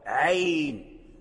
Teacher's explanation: عين ليست مثل سين، سين ياؤها مدية وصاد ألفه مد محض، لكن عين الياء ساكنة سكون حي وقبلها فتحة